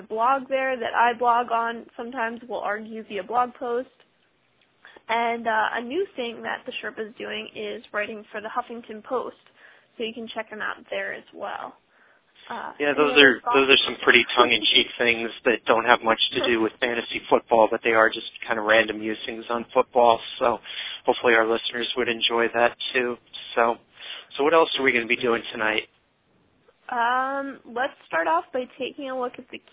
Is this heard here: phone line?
yes